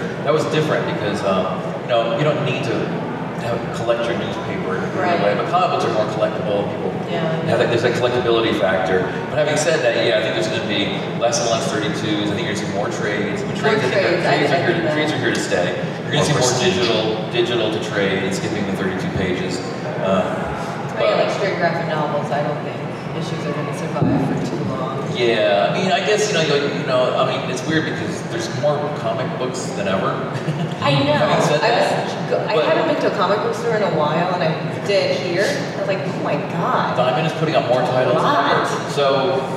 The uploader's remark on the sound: London Comic Con 2018 Panel.